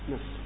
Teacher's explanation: الراء الدائرة بين التفخيم والترقيق، ولكن التفخيم أولى وهي مصر